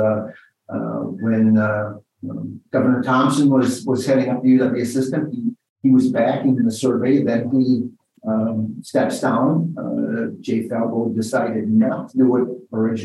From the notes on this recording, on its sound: in a Zoom interview